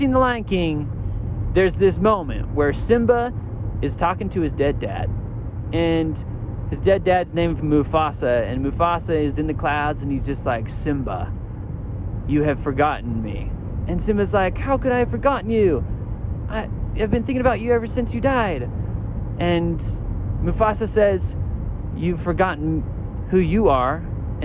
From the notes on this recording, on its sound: I'm at a conference this week. This episode I broadcast live from my minivan with a special guest and friend.